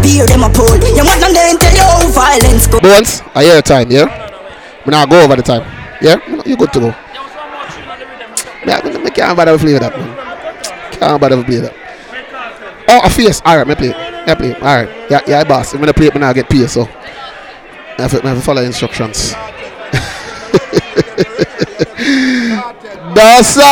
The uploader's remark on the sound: live at the legendary freaky fridays